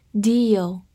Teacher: E A 字母组合发长音 E，末尾的 L 有个滑音